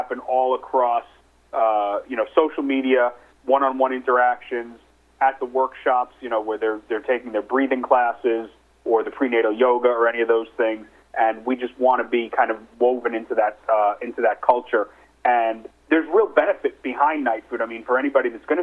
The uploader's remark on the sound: called in to SmallCapVoice.